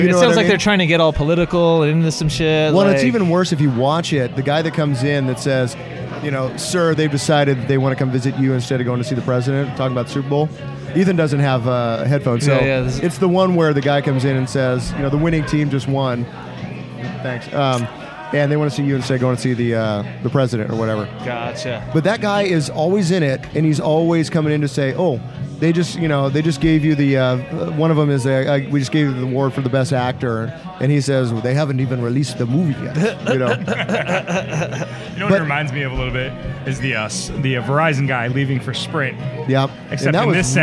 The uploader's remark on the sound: Record live at O'Learys Tavern in Ventura for their 2018 Bar Olympics.